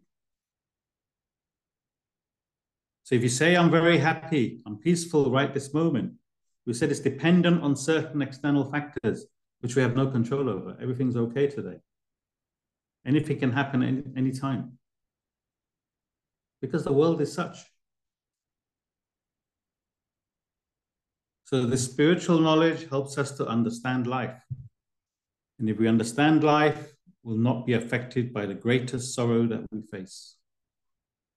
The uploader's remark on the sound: A live recording of a Bhagavad Gita class given virtually on the 15th of October 2023.